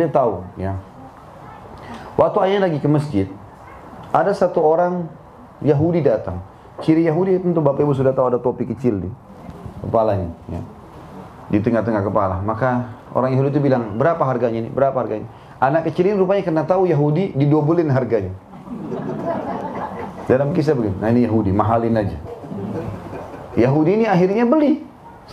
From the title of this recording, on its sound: LIVE at San Bernardino, California